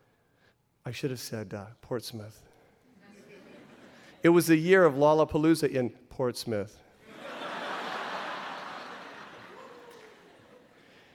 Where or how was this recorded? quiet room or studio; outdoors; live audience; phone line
live audience